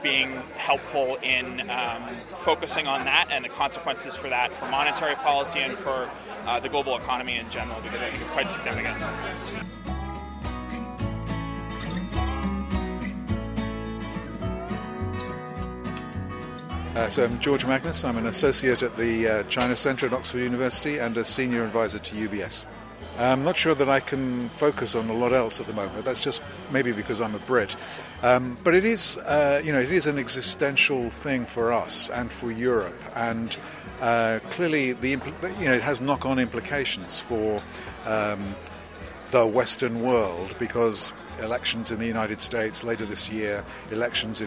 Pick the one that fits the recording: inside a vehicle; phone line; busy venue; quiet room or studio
busy venue